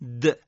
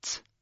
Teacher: اگر این دال ارتعاش صدا و این جوهره صدا ازش حذف بشه، تبدیل میشه به ت تا · Term: جهر